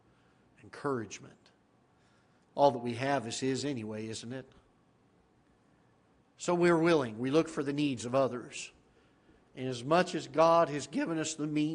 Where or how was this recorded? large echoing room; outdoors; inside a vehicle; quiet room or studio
large echoing room